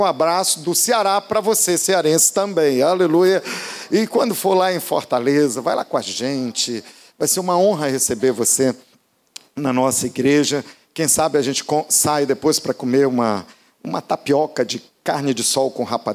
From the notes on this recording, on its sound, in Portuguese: Podcast gravado na PAES Piedade no dia 03/12/2018